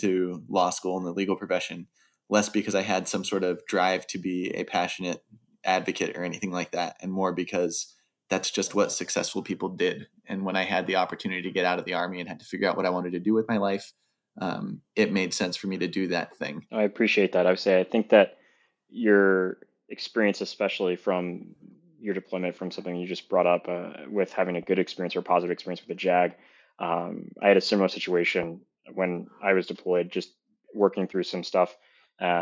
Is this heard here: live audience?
no